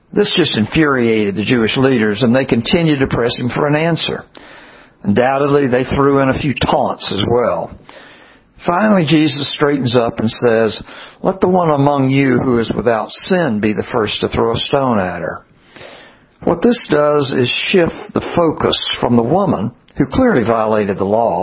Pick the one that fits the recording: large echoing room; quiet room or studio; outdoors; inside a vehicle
large echoing room